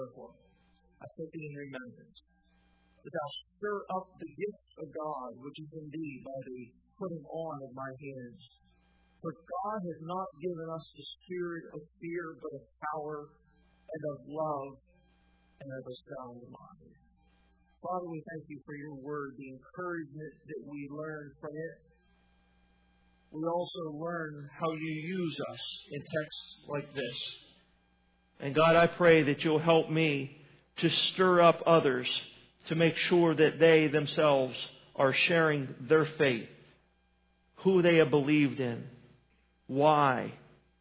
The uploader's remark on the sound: Sermon was recorded May 13, 2018 at Northside Baptist Church of Elkhart, Indiana